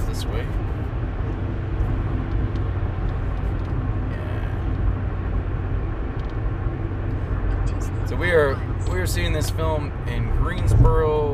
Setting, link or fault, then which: setting, inside a vehicle